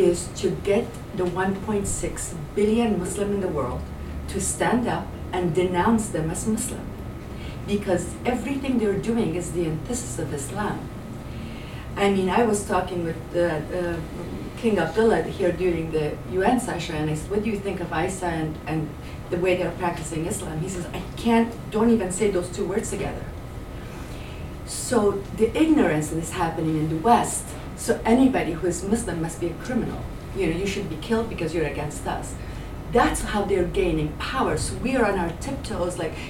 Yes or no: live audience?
yes